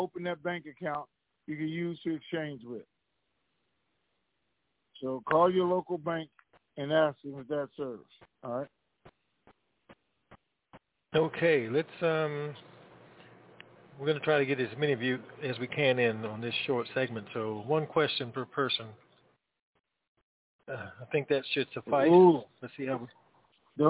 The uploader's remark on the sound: TNTSuperfantastic Conference Call